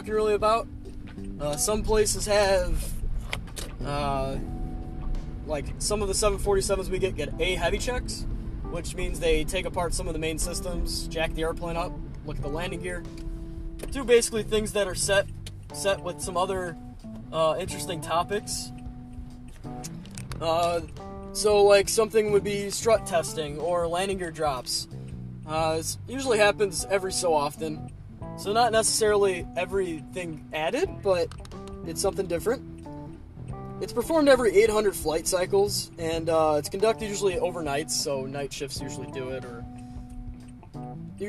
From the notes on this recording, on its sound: I'm in the car again